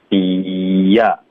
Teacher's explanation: be up 的 p 呢我们也要省略那这又是一个干脆停顿嘴唇会合上 · be 跟 up 中间我们要连读所以会有一个 e 的音 · Term: 添加音